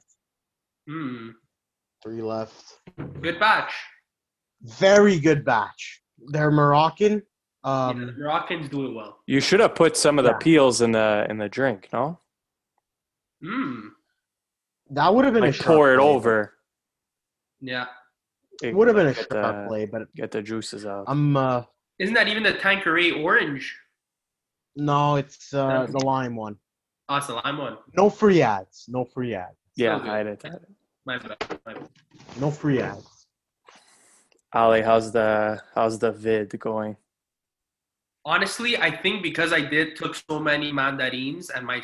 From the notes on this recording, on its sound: We’re doing the pod through Zoom today because of a little COVID outbreak.